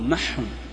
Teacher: ومعهم الكتاب يعني معهم بعض العرب، حكى هذا سيبويه في الكتاب، أن بعض العرب يقول محهم دال معهم، عندنا في اللهجة في نجد يقول محهم يدغم، وهي لغة صحيحة